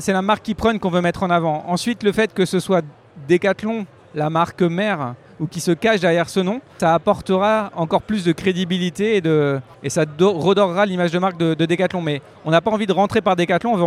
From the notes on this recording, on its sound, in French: Enregistrement : vendredi 31 mars 2023 au salon Run Expérience, à Paris